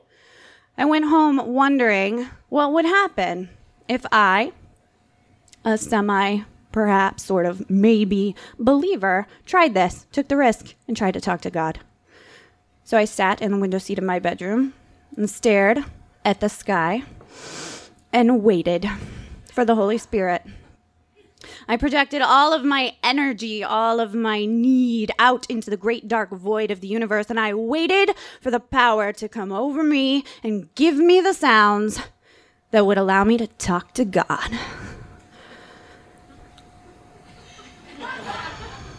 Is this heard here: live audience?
yes